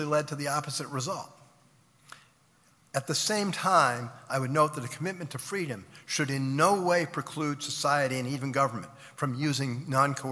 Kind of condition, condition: setting, live audience